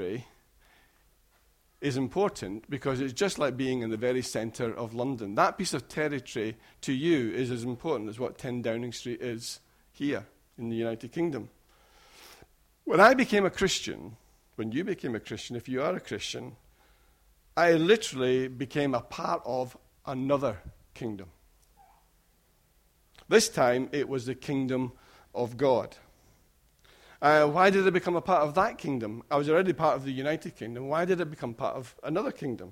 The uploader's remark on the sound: Recorded at freedomcentre church, Preston.